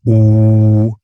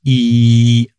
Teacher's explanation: Zum Beispiel beim U liegen die ersten beiden Formanten recht nah beieinander, also die ersten beiden Obertöne. Bei mir sind das vermutlich etwa 300 und 800 Hertz, die dann dieses U erzeugen.